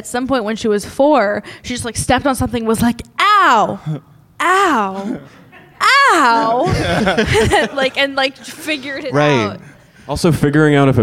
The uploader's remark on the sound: LIVE at UCB Sunset. Their audience.